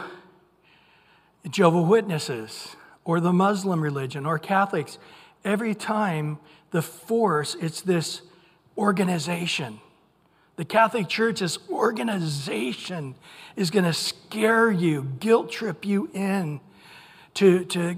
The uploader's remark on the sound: Recorded at Calvary Chapel of Los Alamitos on June 28 2023 on Wednesday evening sermon. Recorded at Calvary Chapel of Los Alamitos on June 28 2023 on Wednesday evening sermon.